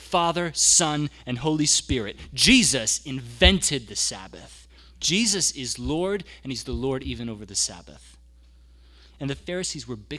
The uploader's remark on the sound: The audio from our Sunday gathering